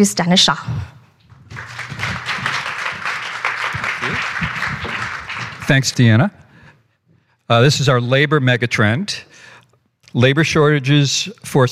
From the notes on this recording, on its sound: with audio from one of our annual Megatrends events